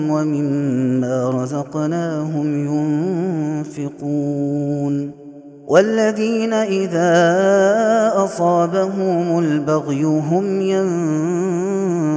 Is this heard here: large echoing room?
yes